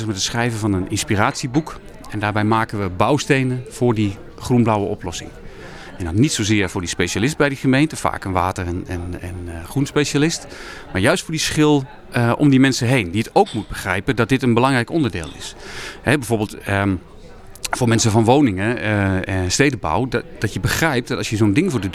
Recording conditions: busy venue